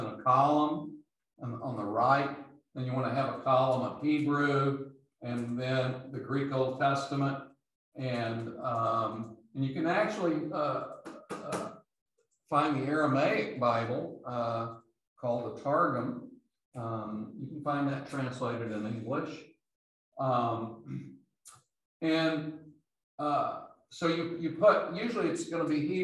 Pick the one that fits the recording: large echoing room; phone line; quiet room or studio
large echoing room